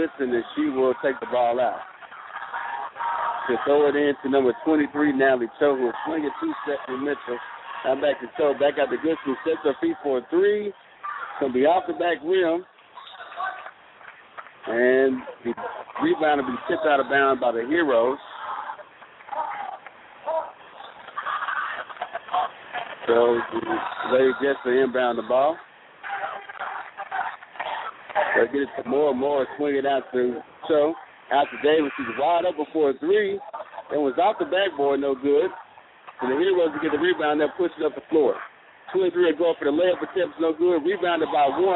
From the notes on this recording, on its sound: Lady Jets Girls AAU Basketball Broadcast in Orlando, FL. Live broadcast from AAU tourney in Orlando, FL.